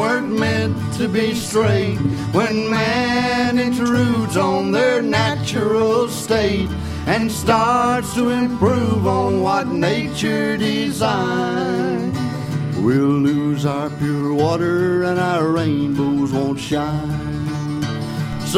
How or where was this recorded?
busy venue